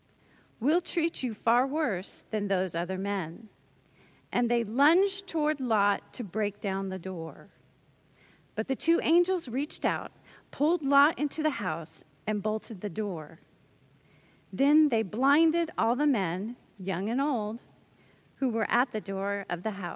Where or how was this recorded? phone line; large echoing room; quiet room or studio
large echoing room